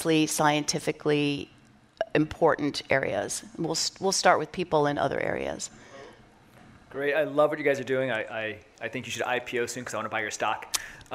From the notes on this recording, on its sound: Recorded at Paramount Studios during XPRIZE Visioneering